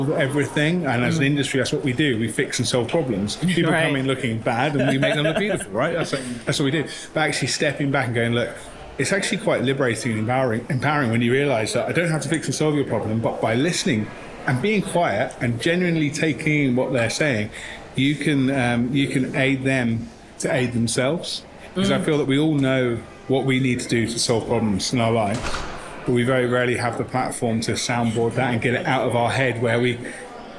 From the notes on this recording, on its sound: Live From The Salon Owners Summit 2023. This "Live From..." bonus episode was edited and mixed by Audio Z.